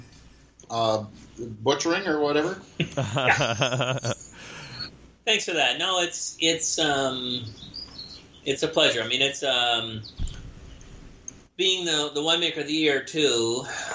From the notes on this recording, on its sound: Someone in his open air garage sit 6 ft away from him between a microphone.